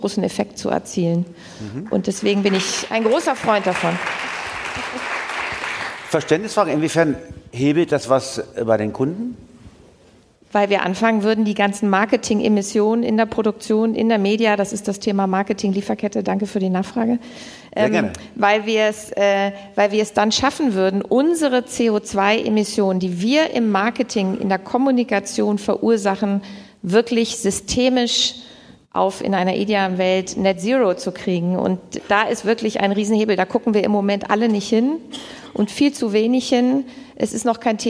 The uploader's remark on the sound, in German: Live vom BAM! Bock auf Morgen Festival 23